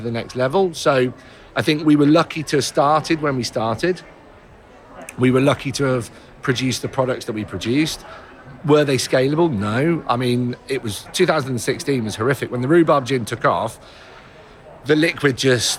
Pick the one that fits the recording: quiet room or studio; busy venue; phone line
busy venue